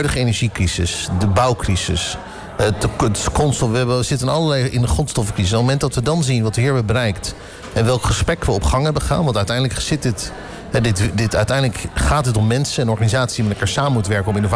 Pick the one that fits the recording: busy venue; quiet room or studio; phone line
busy venue